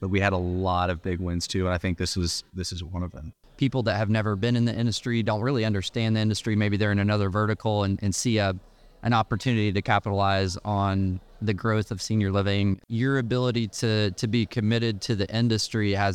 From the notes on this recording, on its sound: This episode was recorded at the ASHA Annual Meeting. This episode was recorded at the ASHA Annual Meeting.